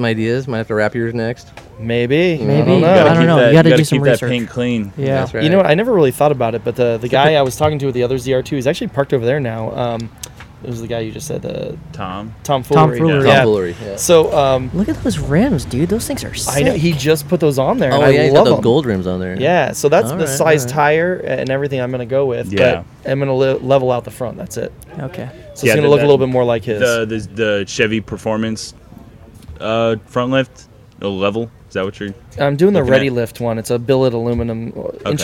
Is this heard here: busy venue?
yes